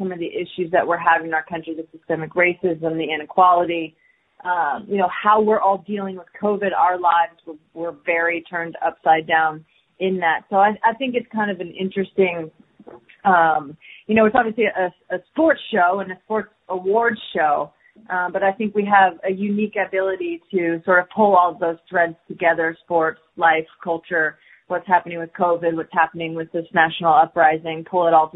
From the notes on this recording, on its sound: ESPY Media Conference Call